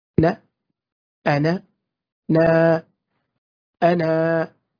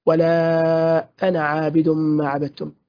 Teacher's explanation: إذا وصلت الكلمة بما بعدها ستسقط الألف · Shown in: second take